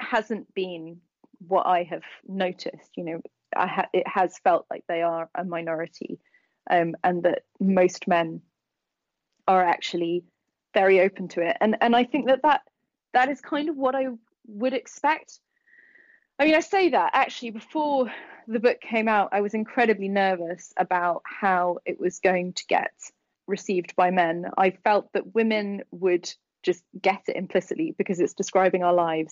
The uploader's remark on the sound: spoke with her over the phone from her home in London